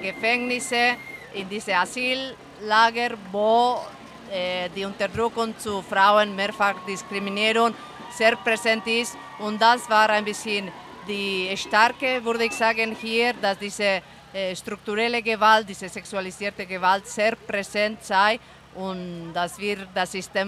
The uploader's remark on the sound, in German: Ihr hört einen Ausschnitt des feministischen Streikradios RADIO von Radio LoRa, welches live von der Demonstration in Zürich berichtete (etwa 100.000 Protestierende!).